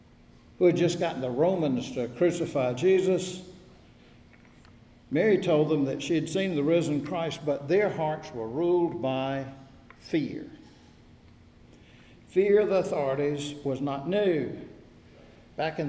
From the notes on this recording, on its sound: Recorded at Wednesday worship at First Presbyterian Church of Raleigh. Both churches are in the Presbytery of New Hope.